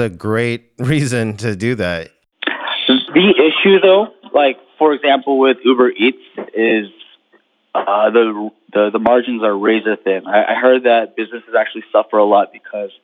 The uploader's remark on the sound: Jump on an impromptu conference call to check in on each other.